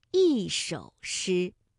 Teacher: 首是三声，所以一按照规律应该读四声 · Term: 变调